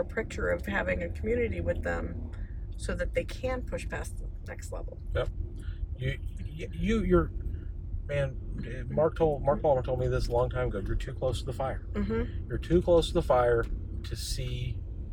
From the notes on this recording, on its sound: Episode one is short and raw. Recorded while driving back from a solid meeting with our Amazon fulfillment center.